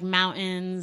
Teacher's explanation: you just did a glottal stop, which made me think you might be from the Northeast